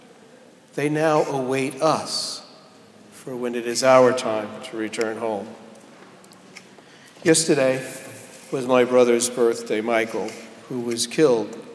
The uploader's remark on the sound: Delivered at Jan Hus Presbyterian Church and Neighborhood House